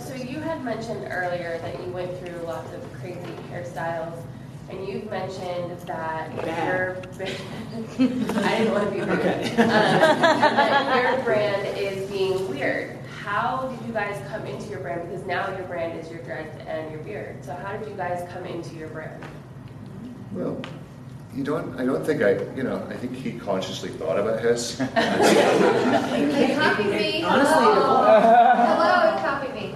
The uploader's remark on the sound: LIVE FROM KCS GATHERING 2019